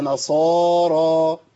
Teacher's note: ما عملتش إمالة مع الألف ماشي في كلمة نصارى لأن في عندنا بعض القراءات بتميل منهم اللي بيقلل ومنهم اللي بيميل فقولش نصارى نصارى ما تنفع هي نصارى.